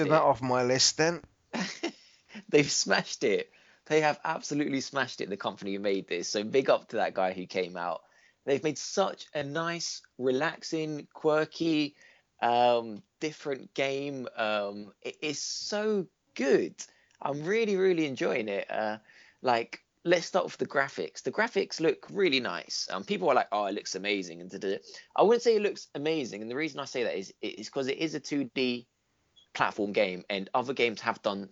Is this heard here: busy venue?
no